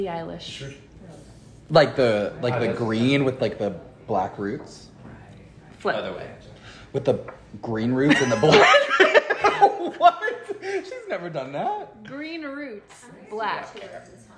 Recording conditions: live audience